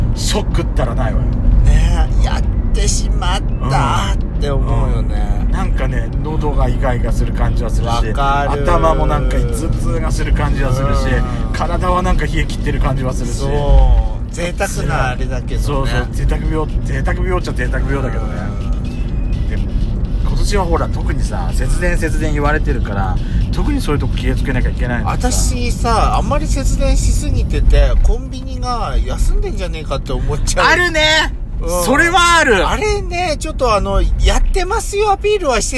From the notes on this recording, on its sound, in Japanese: ドスドライブ収録。ロードノイズゴメンね。